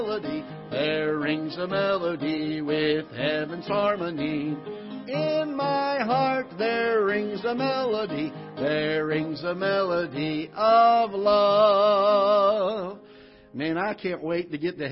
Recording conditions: large echoing room